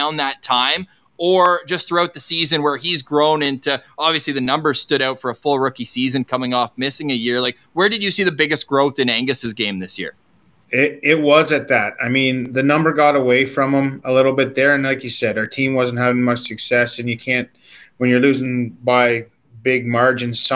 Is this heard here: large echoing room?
no